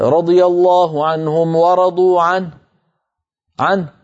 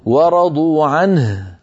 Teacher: لما وقفت عليها ما خرج صوت الهاء، والهاء حرف ضعيف · Shown in: first take · فنبين حرف الهاء، وإلا نكون قد أنقصنا من التلاوة حرفا